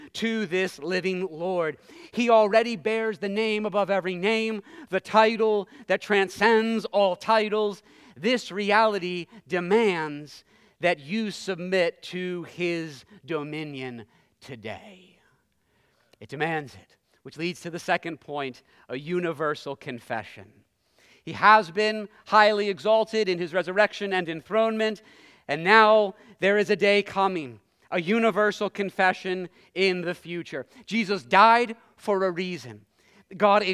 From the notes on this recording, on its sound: preached this sermon at Covenant Fellowship Church on April 9, 2023.